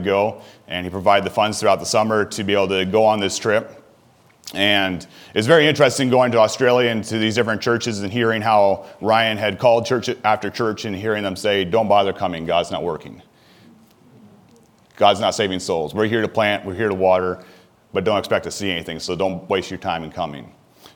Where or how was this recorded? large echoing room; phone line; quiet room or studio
large echoing room